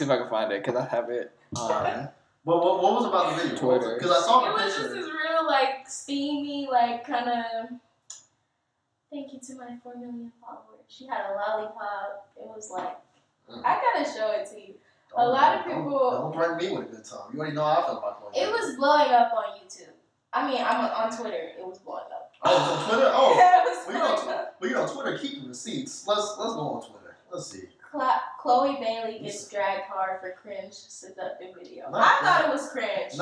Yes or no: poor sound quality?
yes